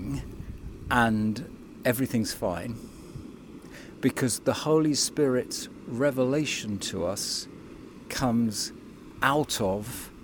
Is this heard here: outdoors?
yes